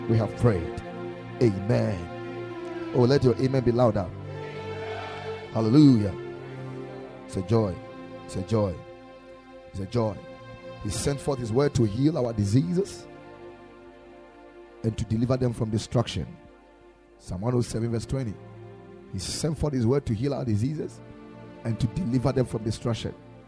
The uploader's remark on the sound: Preached at the Ekklesia Chapel